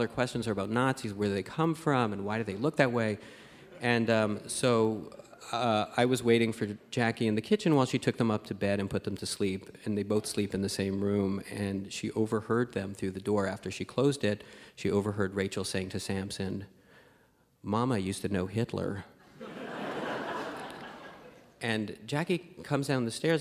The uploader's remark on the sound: Live from the Winnipeg Comedy Festival